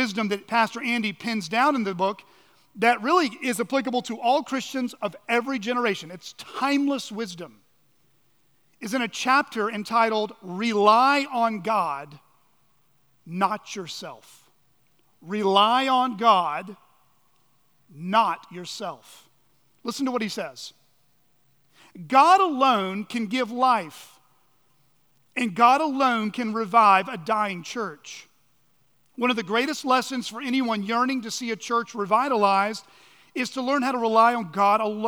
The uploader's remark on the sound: at Chaffee Crossing Baptist Church